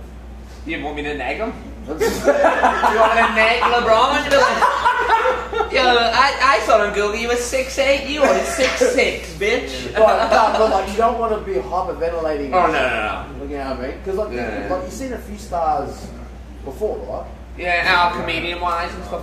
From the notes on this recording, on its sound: Live from Grassroots Comedy Club